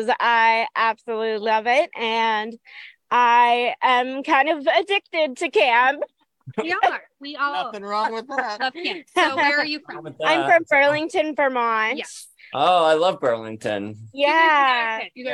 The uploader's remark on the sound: This episode was recorded on July 31st live from Camp Twin Lakes in Rutledge, Georgia, at the WSA's Whispering Trails Therapy and Teen Camp. (despite the heat).